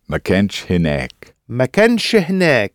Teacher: So we've got n, sh, h, which results in a little helping vowel in the middle.